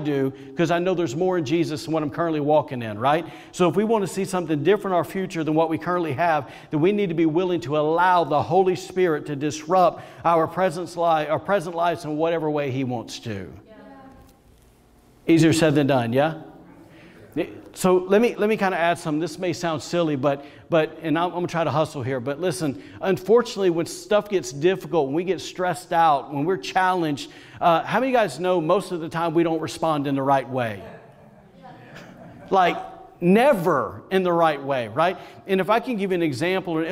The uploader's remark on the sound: recorded on Sunday, January 3rd, 2021, during service at The Anchor Church in Rockport, Maine.